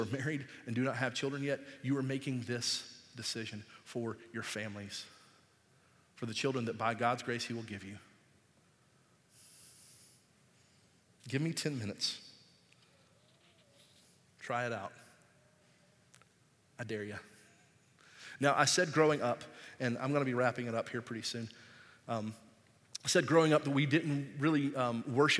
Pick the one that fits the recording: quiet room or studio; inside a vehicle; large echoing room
large echoing room